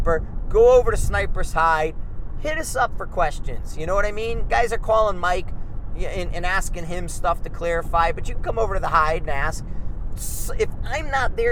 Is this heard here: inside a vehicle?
yes